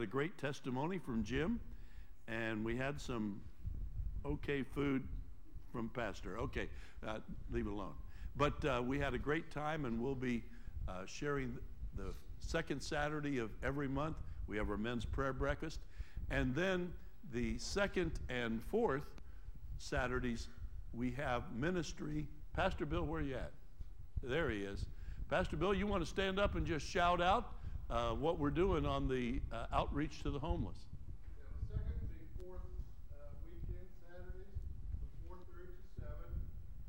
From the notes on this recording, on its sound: Trinity Church Live